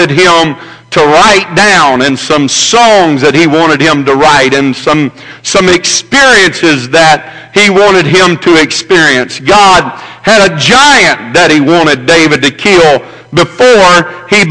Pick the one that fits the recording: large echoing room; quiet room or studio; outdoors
large echoing room